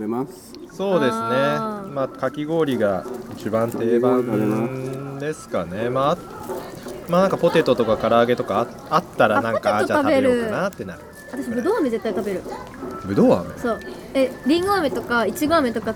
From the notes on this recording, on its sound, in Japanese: 初詣いってみた【はじめての屋外収録】。ゲストと一緒にはじめての野外収録してみたよ。